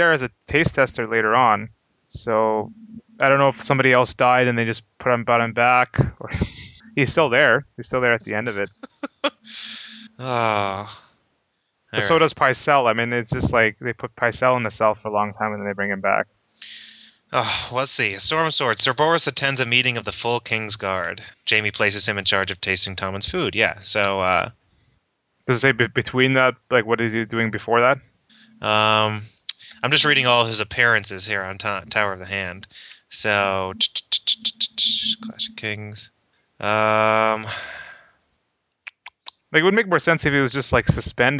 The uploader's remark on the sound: Sorry for the poor audio quality in this episode.